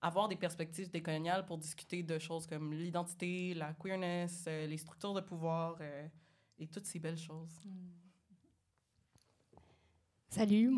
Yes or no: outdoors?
no